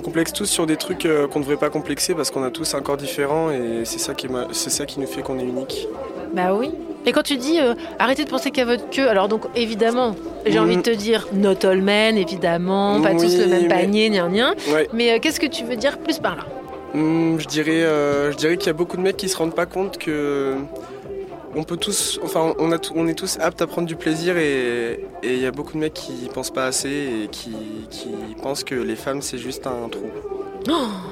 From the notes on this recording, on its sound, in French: La cabine SEXO-RADIO fut construite lors d'un festival ardéchois, en plein cœur du pôle sexualité. Ce dernier un peu excentrée des scènes musicales. Le concept: une petite pièce ambiance lumière tamisée, un micro, une chaise, un casque.